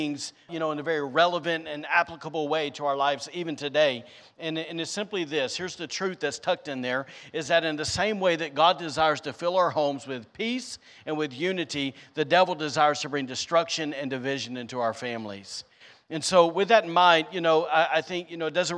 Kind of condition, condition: setting, large echoing room